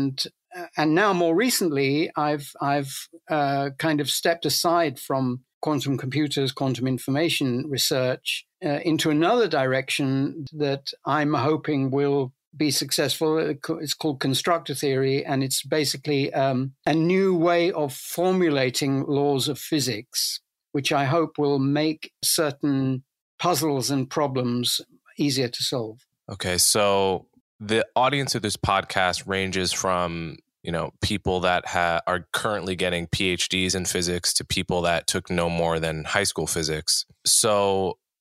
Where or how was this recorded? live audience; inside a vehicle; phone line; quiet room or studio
quiet room or studio